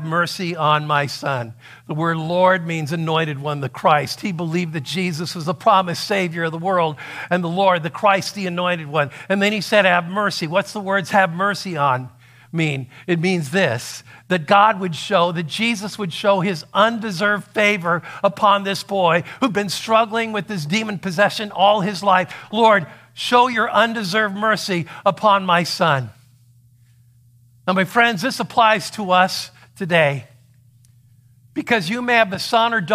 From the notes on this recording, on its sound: a sermon that he preached at Saving Grace Lutheran in Queen Creek, Arizona